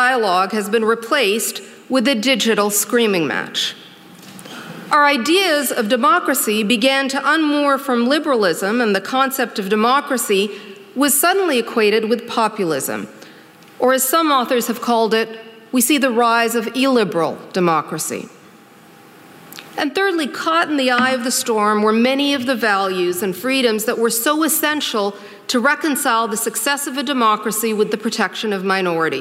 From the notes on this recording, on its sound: During ideacity's 20th anniversary conference.